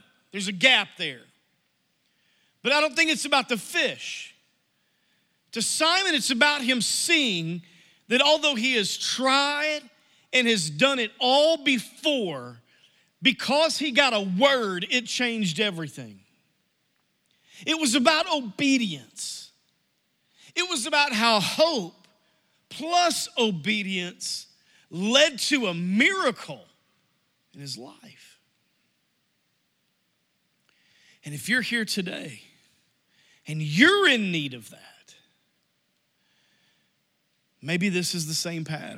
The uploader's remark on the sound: Message Audio from New Life Church - Searcy, AR